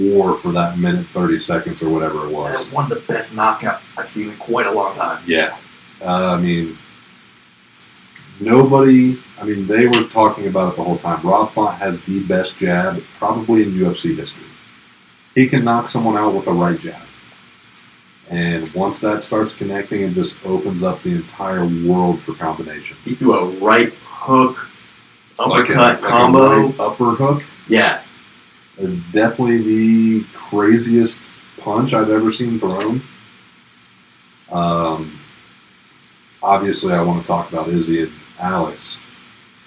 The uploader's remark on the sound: We thought we had put it past us, but unfortunately the evil force of technical difficulties has reared its ugly head again, however there's still a great show behind it if you can power through.